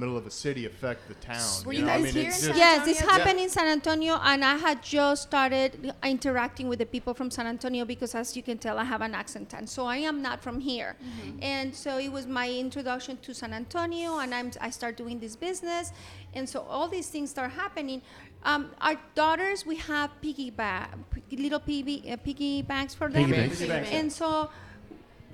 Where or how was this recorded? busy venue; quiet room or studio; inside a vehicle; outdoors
busy venue